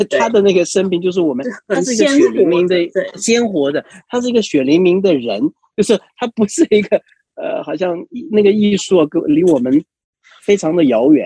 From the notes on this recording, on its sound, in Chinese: 本集採線上錄製。